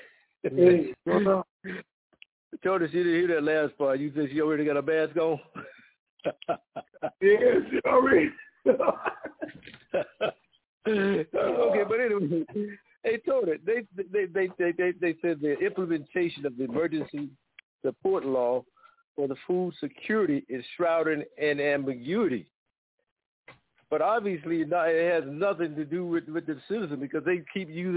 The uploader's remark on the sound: TNTSuperfantastic Conference Call